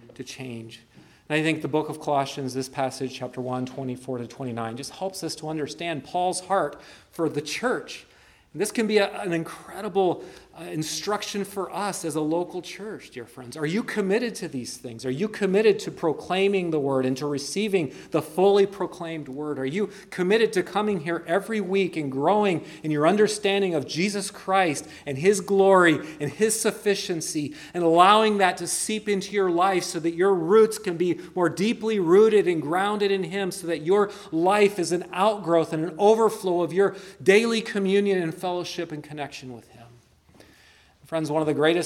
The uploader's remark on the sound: preached at Christ Our Savior Baptist Church